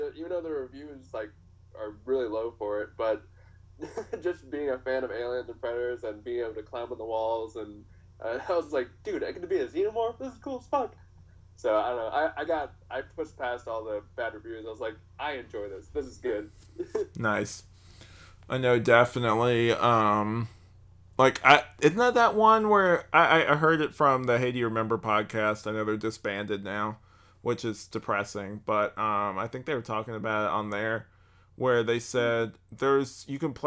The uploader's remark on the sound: Sorry for any audio issues.